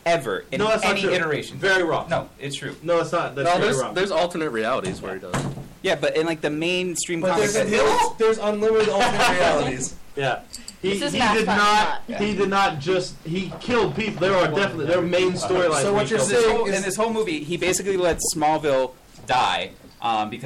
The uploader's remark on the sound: We are live from The Medway Lotus! We apologize for the lack of quality.